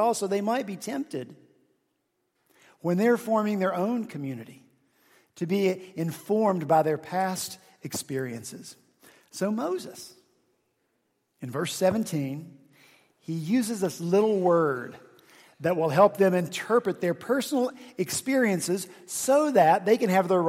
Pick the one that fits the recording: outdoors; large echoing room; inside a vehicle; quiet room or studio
large echoing room